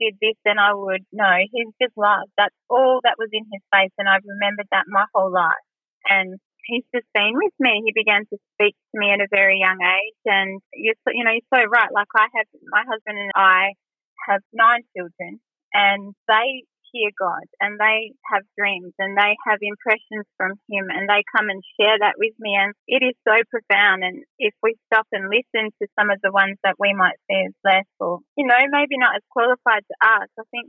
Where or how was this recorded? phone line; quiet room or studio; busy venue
phone line